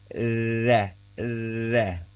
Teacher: kalau huruf zal itu kita justru ngegigitnya itu hanya di gigi seri atas nih.